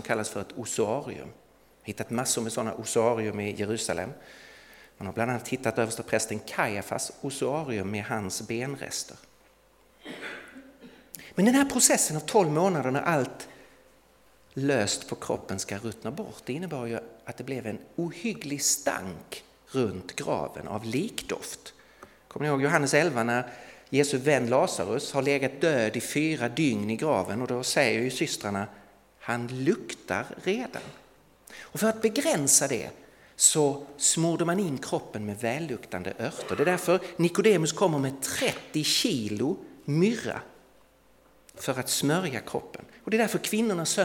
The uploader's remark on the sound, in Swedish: Inspelad i Värne Alliansförsamling i Stockholm 2017-01-15.